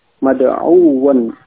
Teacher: Ya, sehingga di situ tadi menjadi mad'uun. Ya, adapun dalam membaca sedikit ada penekanan, ya, ketika wawu tasydid